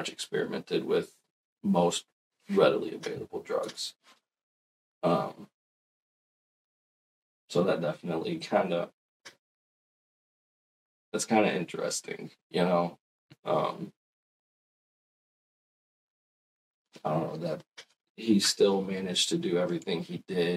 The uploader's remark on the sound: Sorry for the audio issues! Still dialing in settings.